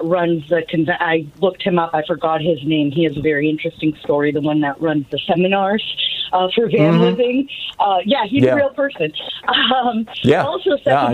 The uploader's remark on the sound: We hear from callers